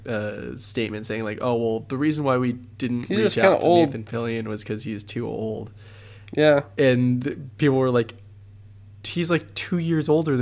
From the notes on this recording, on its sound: pardon the humming and some audio peaks